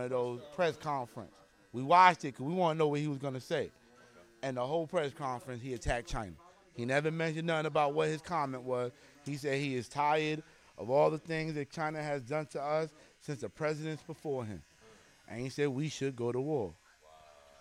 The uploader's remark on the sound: This episode of The biGGz Show was recorded at Guerreros Barbershop located Sand Lake Rd Suite 14, Altamonte Springs, FL 32714.